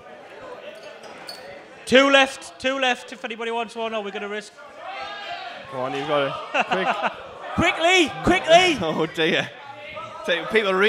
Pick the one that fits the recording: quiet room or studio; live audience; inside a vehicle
live audience